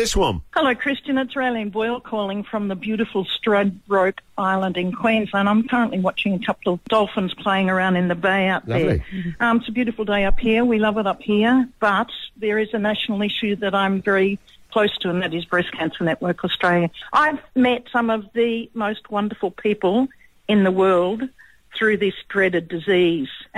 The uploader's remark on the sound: While we are on the phone, other celebs call in and are asked to leave a message (after the beep).